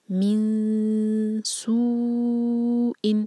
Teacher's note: نون empty ہے، اس کے بعد سین، تو یہاں پر ہم اخفا کریں گے، 2 سیکنڈس کا ٹائم دیں گے